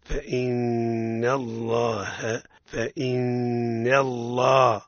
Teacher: فإن نون مشددة أي مضاعفة، إظهار الغنة فيها